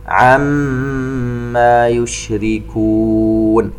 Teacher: الميم المشددة تغن بمقدار حركتين . طبعا التفشي في الشين في كلمة يشركون والمد العارض للسكون.